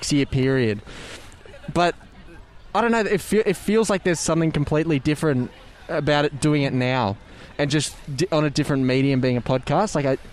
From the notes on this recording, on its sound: We're live from Edinburgh Gardens